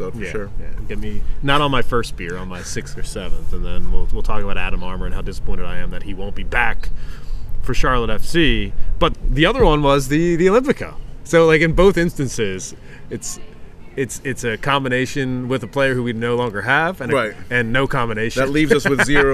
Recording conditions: busy venue